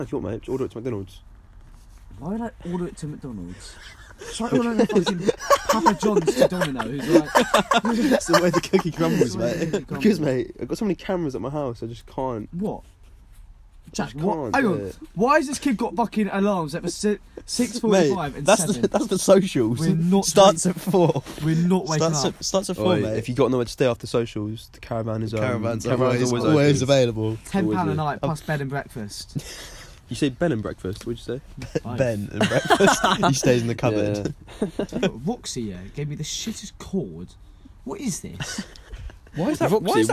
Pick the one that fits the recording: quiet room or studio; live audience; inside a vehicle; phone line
inside a vehicle